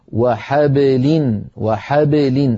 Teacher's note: أيضا عندنا قوله تعالى إلا بحبل من الله وحبل من الناس، دائما أنبه على هذا الموضوع، إذا وقع حرف قلقلة مثل كلمة وحبل وحبل، الباء ساكنة حرف قلقلة، قبله مفتوح وبعده لام مكسورة، فالباء لا تتأثر بالفتحة قبلها ولا تتأثر بالكسرة بعدها